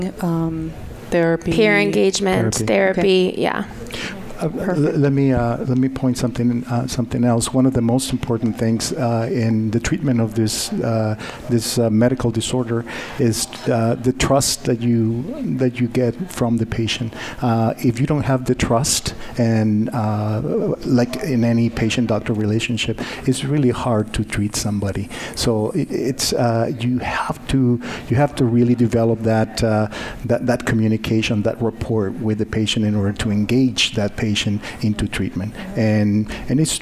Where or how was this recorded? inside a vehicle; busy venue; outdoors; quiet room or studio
busy venue